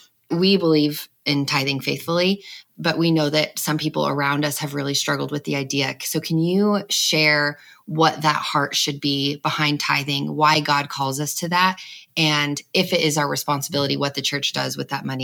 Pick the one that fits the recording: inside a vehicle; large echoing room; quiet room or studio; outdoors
quiet room or studio